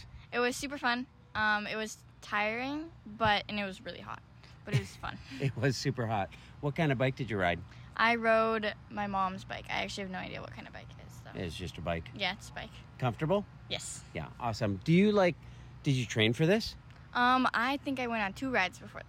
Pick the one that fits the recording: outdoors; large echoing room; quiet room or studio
outdoors